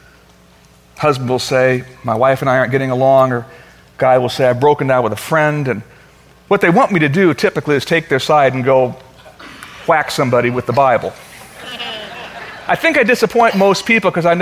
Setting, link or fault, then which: setting, large echoing room